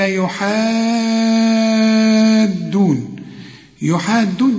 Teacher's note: علشان المد في مد وبعده حرف مشدد، شوف ولا الضالين، اللام مشددة هنا برضو، الدال مشددة، مدام عندك مد فوق الألف اهي اللي بعد الحاء وحرف مشدد، يبقى لازم تمد ست حركات